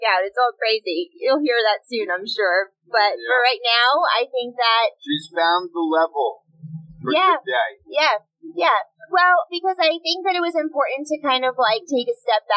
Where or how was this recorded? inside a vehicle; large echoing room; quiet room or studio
inside a vehicle